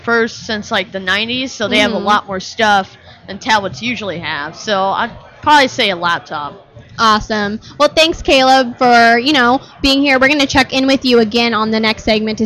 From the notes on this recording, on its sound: Live From The Microsoft Store. We are on location at the Fashion Sqaure Mall in Scottsdale, AZ in the Microsoft Store. Two girls that happened to be in the Microsoft store decided they would say Hi to you too!